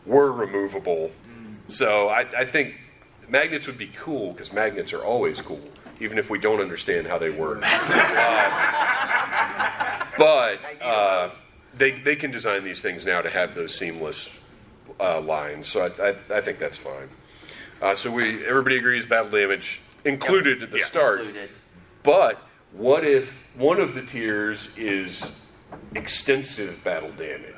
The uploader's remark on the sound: This episode was recorded LIVE at Dragon Con for the American Sci-Fi Classics Track.